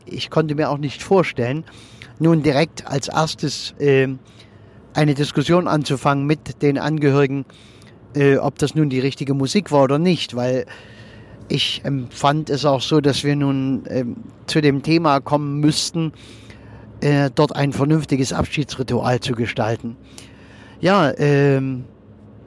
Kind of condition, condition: setting, inside a vehicle